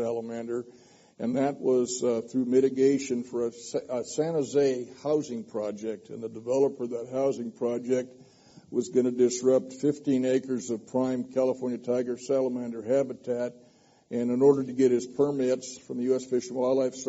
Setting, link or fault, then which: setting, live audience